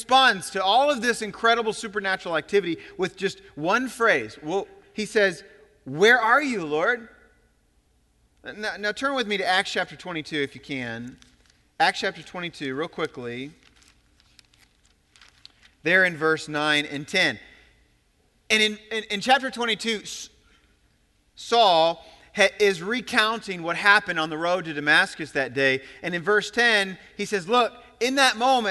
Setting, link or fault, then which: setting, large echoing room